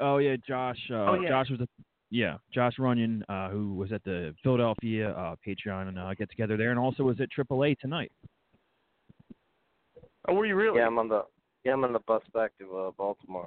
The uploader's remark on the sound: Call In Show